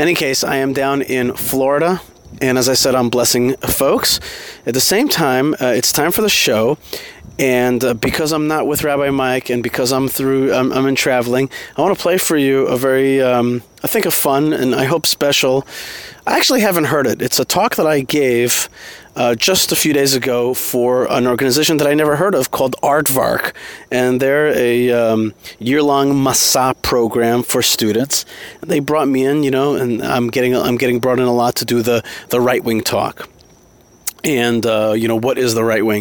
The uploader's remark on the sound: Audio recorded while on the road in Boca Raton, Florida. A recent talk given to a group of millennials.